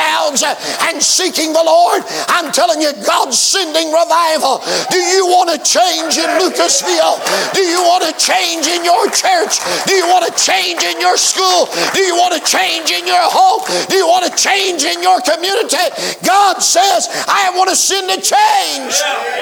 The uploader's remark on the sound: preached at the 2023 Back to the Bible Camp Meeting in Lucasville, OH